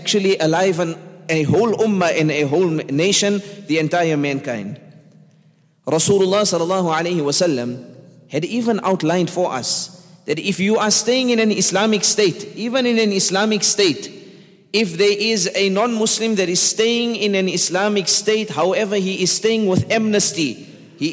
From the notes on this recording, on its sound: at the Houghton Masjid (West Street)